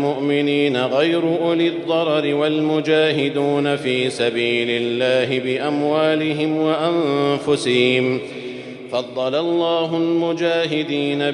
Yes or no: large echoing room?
yes